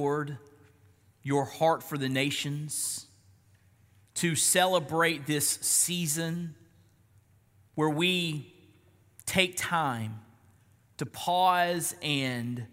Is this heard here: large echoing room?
yes